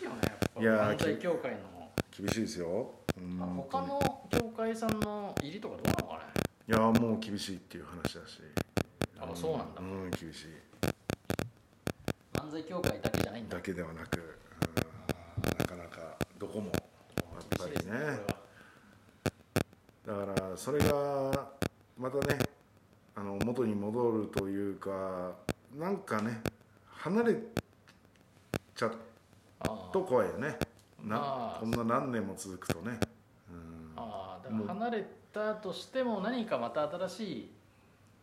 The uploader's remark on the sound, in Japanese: From Radiotalk。ノイズが入っております。